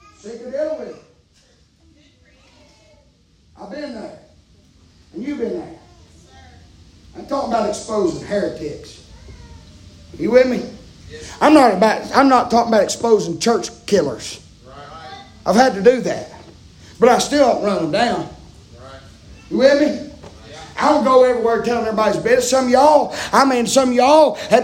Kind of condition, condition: setting, large echoing room